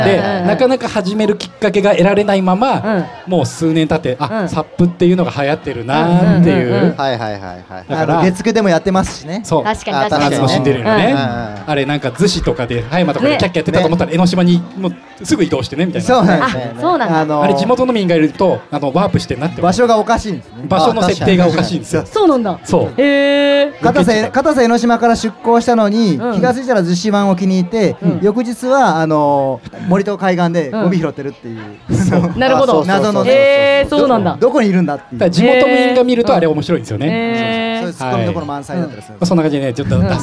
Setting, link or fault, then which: setting, live audience